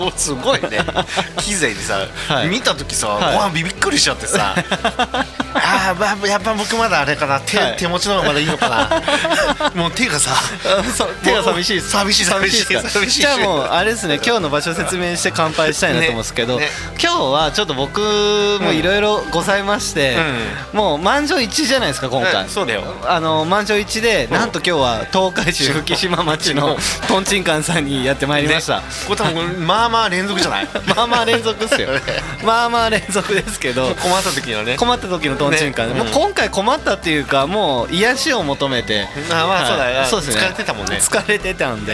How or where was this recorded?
busy venue